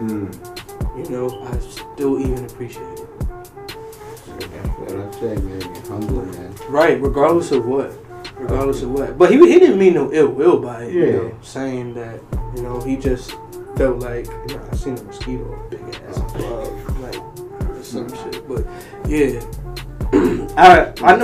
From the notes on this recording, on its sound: Sorry for the shitty audio.